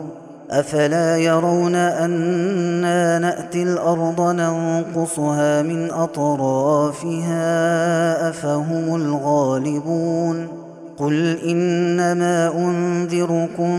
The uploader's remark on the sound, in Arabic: هذا التسجيل من صلاة التراويح